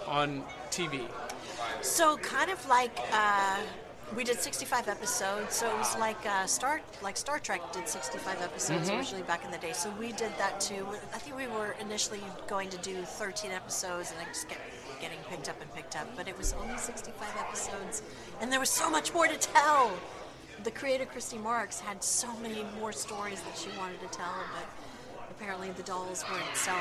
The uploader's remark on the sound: Live from the Clarksville Anime, Comic & Toy Con.